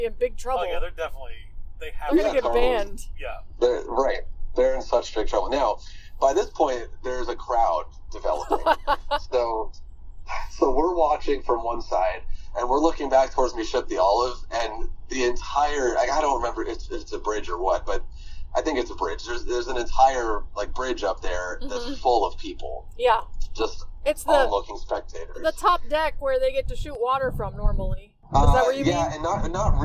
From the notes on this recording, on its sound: Live From the Road. This week we're discussing some recent park news and pipe dreaming a bit, live from the Tesla.